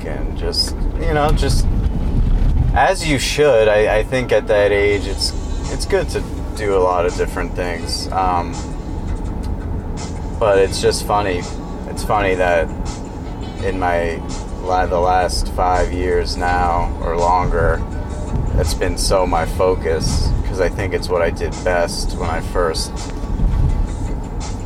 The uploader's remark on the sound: It's really nice out so I take the show on the road, driving up the North Shore of Massachusetts.